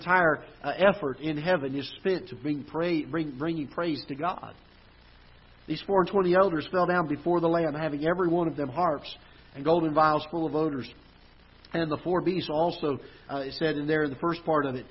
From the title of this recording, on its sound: Ketha Heights Baptist Church ~ Live Broadcast